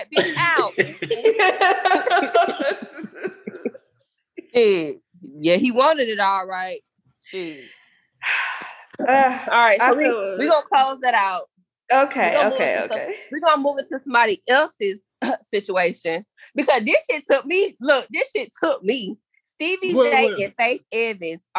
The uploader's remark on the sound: Please bare with us as we had several audio issues this episode.